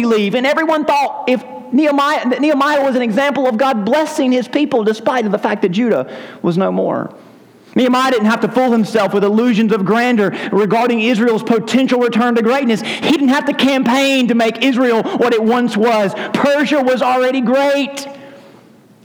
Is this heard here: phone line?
no